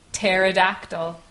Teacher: So it starts with a P, but the next letter is a T. We don't pronounce the P, we pronounce the T. · Term: silent P